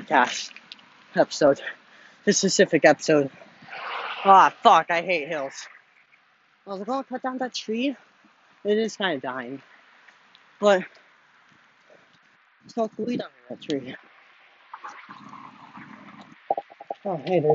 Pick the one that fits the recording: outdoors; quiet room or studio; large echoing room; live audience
outdoors